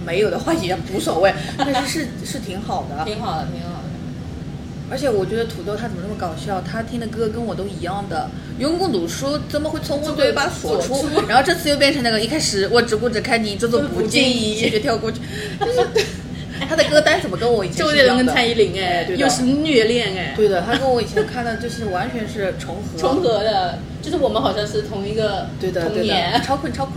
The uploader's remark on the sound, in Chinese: 本次录制花费：洋风炭火屋 398元，整2期！